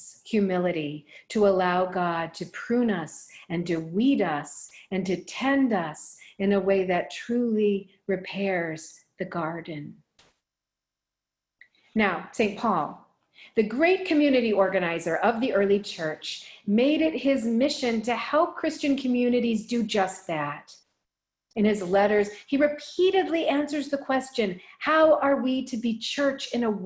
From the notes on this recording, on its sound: Recorded live in Zoom.us